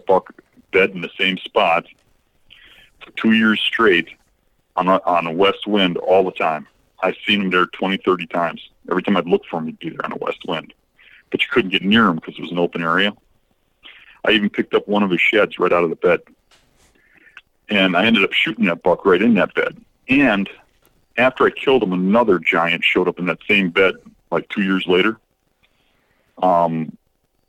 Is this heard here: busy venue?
no